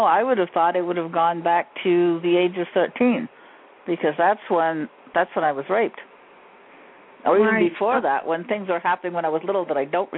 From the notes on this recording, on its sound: Takes your calls for healing live today!